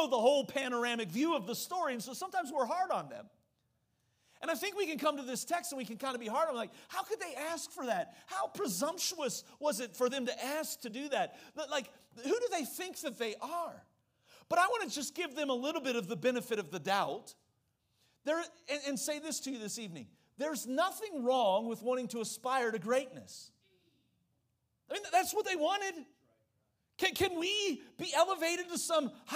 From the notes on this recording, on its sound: during the Tuesday evening service of our Fall Revival on October 3, 2023